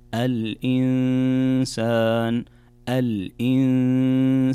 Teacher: هنا نون ساكنة جاء بعدها حرف السين، والسين من حروف الإخفاء، فعندنا كذلك هنا غنة بمقدار حركتين